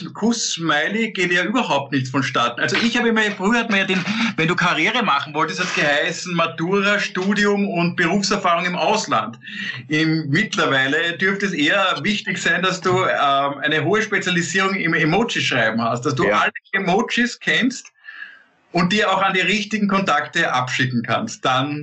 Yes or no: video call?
yes